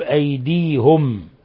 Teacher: أو تقطع أيديهم، قرأ يعقوب أيديهم بضم الهاء، أيديهم قرأها يعقوب أيديهم. وخالف يعقوب الجمهور فقرأها بضم الهاء